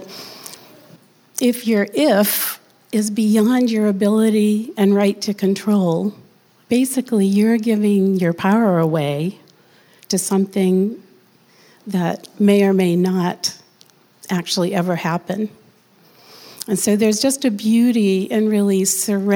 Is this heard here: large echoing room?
yes